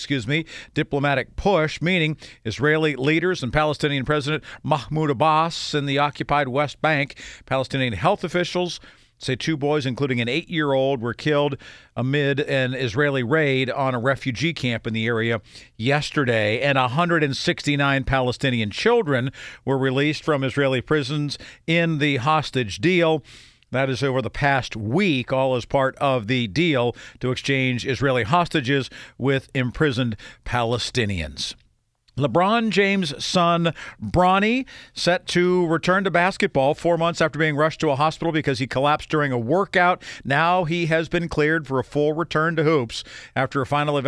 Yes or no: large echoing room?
no